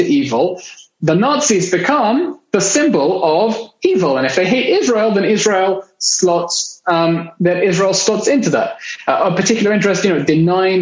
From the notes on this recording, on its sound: international Zoom session